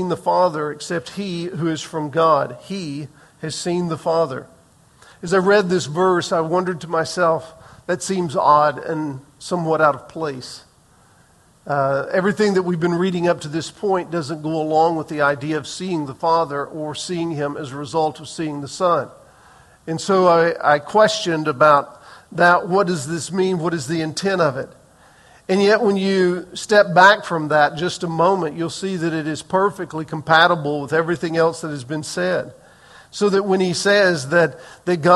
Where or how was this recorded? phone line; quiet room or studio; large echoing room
large echoing room